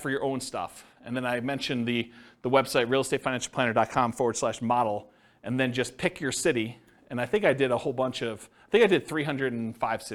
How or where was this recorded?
live audience